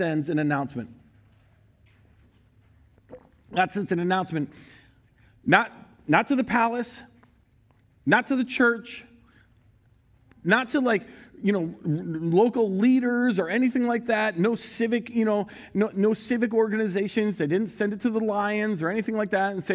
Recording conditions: large echoing room